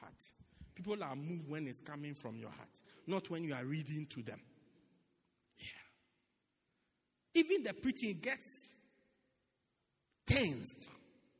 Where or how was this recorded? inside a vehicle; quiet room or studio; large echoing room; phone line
large echoing room